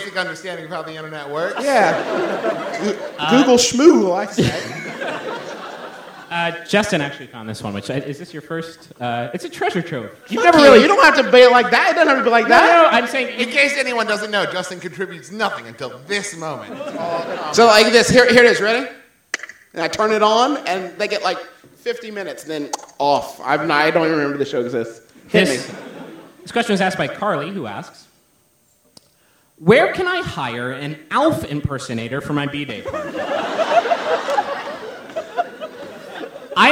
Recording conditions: live audience